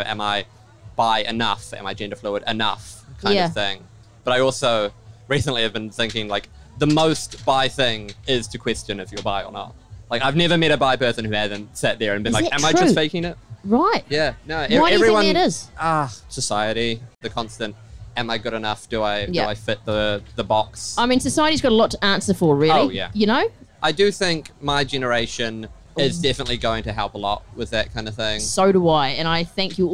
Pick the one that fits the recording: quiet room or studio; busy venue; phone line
busy venue